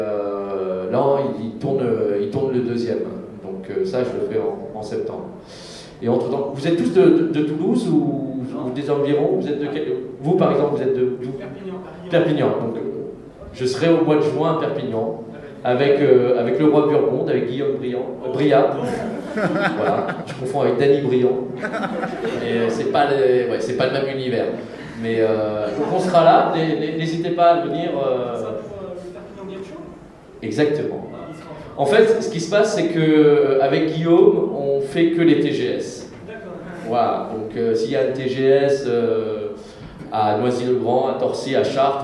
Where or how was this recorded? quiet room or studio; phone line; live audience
live audience